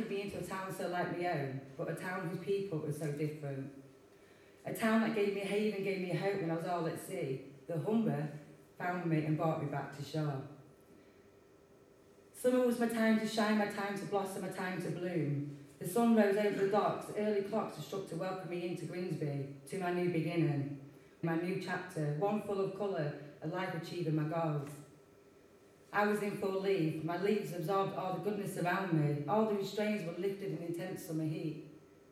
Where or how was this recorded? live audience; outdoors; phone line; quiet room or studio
live audience